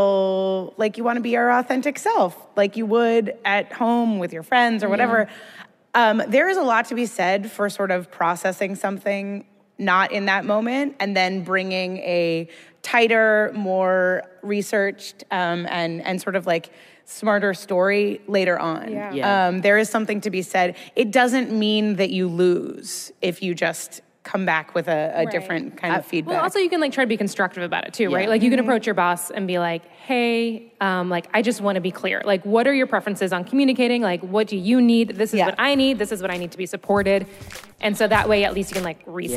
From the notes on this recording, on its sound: We recorded this episode live onstage at Werk It, the women’s podcasting festival from WYNC Studios, earlier this month at the Ace Hotel in Los Angeles.